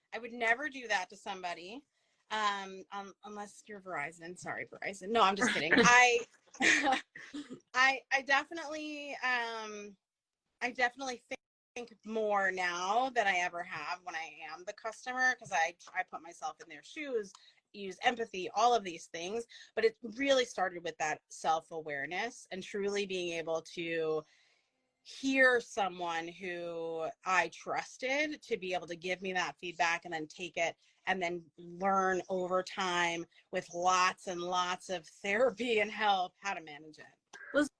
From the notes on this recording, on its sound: We were invited to go live on instagram